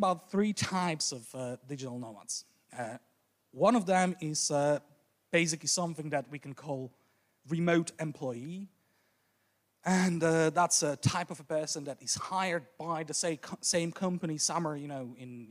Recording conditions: live audience